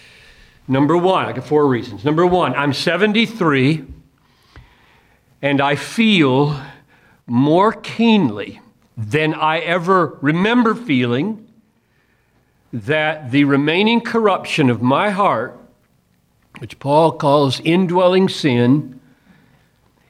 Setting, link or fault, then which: setting, large echoing room